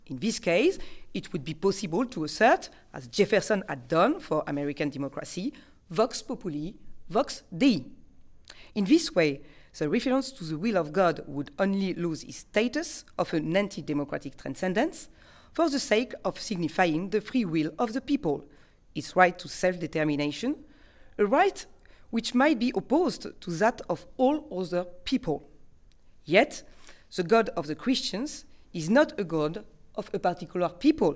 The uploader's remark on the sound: delivered this lecture on November 12, 2018 at the University of Chicago